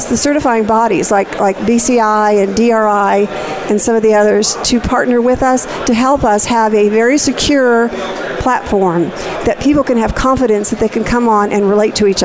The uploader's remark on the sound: Live From Disaster Recovery Journal Conference 2018. Live Broadcast.